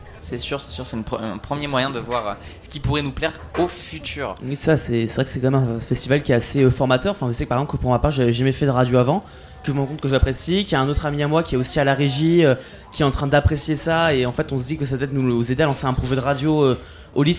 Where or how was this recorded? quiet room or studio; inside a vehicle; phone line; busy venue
busy venue